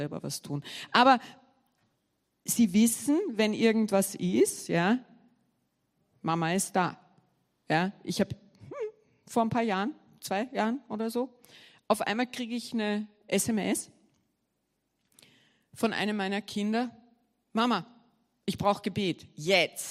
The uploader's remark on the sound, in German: Gottesdienst live aus der LIFE Church Wien